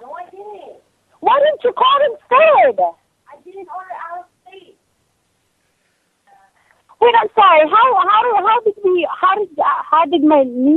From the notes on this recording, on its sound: Prank Phone Calls Collection